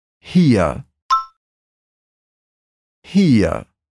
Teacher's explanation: É como se você estivesse falando para alguém rir, mas em alemão a gente alonga um pouquinho o final da palavra